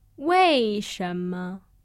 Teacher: you can hear the tone fall on the first character before rising on the second.